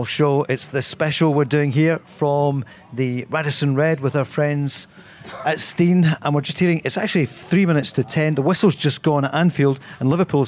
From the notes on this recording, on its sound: recorded at The Radisson Red Glasgow